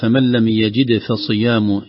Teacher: الفاء المهموسة هذه يخرج معها هواء، لو لم نقلقل الدال ربما تختفي قبل الفاء أو تدغم · القلقلة في الدال قبل الفاء